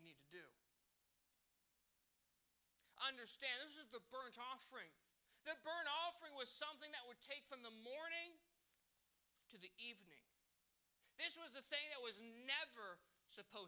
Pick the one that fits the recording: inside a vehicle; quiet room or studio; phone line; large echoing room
large echoing room